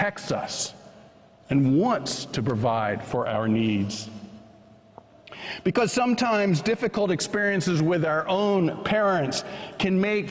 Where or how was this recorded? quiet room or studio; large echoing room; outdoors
large echoing room